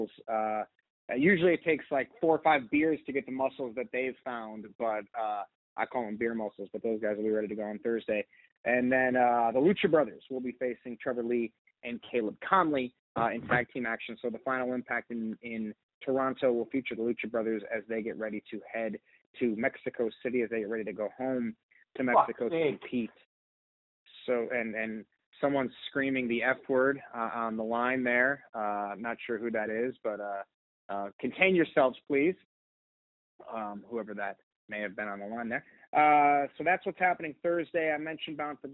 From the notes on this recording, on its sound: Media Teleconference Interview